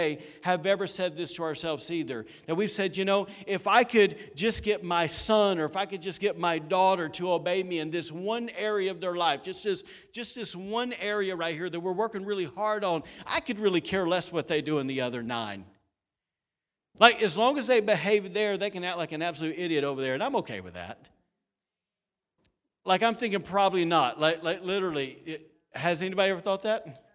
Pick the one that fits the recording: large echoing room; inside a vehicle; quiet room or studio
large echoing room